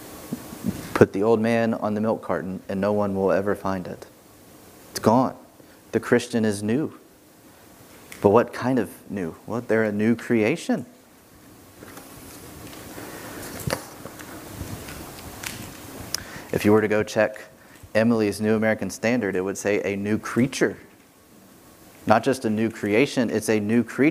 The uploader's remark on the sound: This sermon was preached on Sunday, June 20, 2021 from the pulpit of Grace Community Church in Berea, KY.